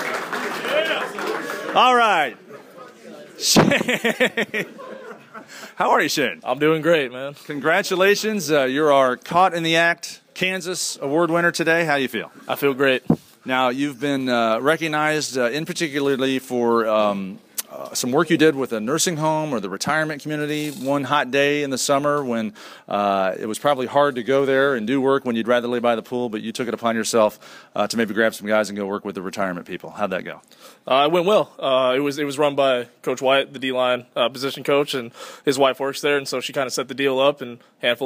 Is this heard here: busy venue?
yes